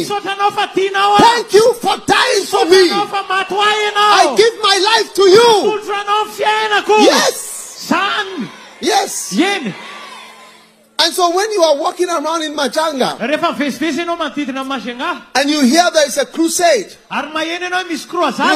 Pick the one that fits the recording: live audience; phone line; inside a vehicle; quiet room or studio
live audience